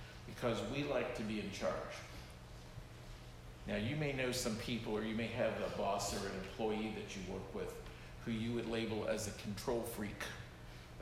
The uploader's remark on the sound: This sermon was preached at Providence Church on February 18, 2024